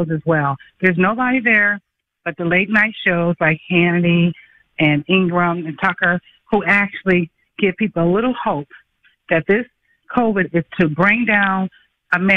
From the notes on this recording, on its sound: Hits the phones.